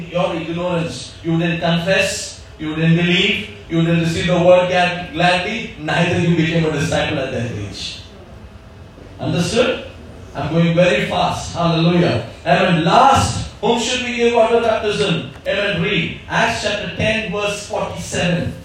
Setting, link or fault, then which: setting, large echoing room